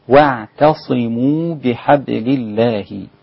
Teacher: رقق العين والتاء قبل الصاد ولا تستعد لتفخيم الصاد من قبلها